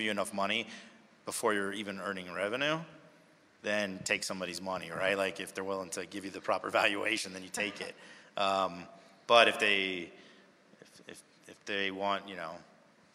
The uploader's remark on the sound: MicroConf Recap: Quiet Light Brokerage Answers Audience Questions. In this Q&A session from MicroConf US 2023. Answer attendee questions.